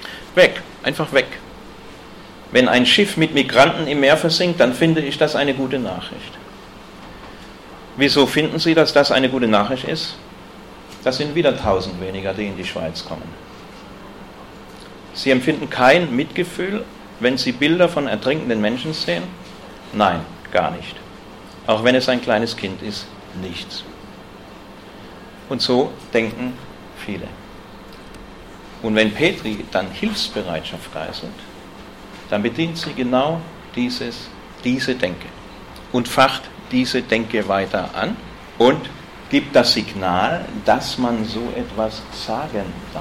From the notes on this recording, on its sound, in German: Gehalten auf dem Antifa Kongress Bayern. In Nürnberg.